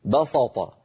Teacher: ولكن بعض العرب تفخم السين بسبب مجاورة الطاء فيقولون بسط. على لهجتهم كتبت بين يدي رسول الله هذه الكلمات بالصاد، والله يقبض ويبسط كما ترون في المصحف الذي معكم.